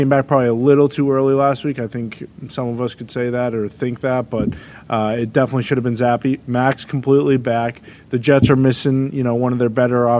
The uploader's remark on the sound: live from the set of College GameDay in Jackson, Mississippi